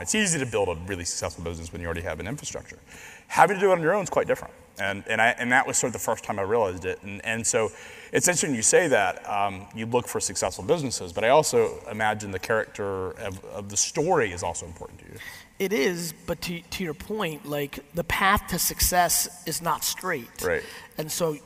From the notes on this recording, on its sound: a keynote I did a few weeks back at Transparency19 WavesSide Chat